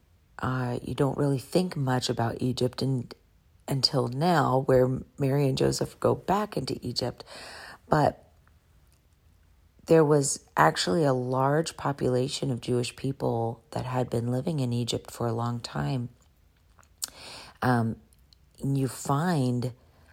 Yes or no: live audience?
no